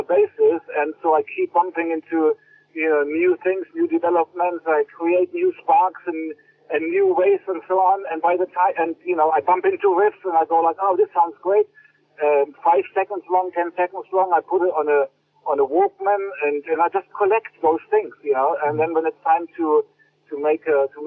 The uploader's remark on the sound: A recent phone conversation